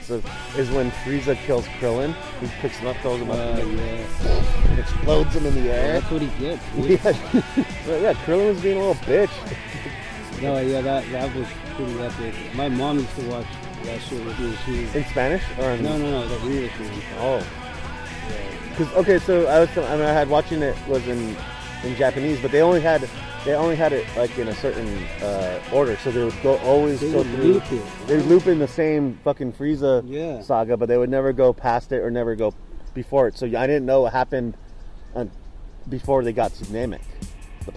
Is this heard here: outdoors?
yes